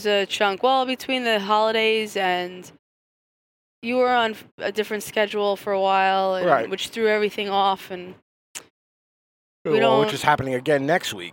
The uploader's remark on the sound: After range time chat in the car.